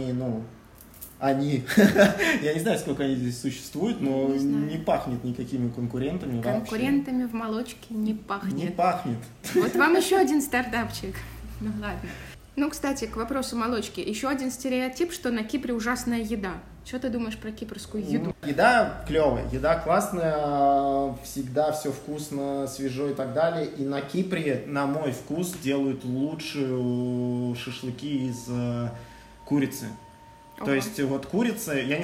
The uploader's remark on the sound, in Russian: Звук города на фоне (машины, стройка и т.д.) считайте нашей фишкой!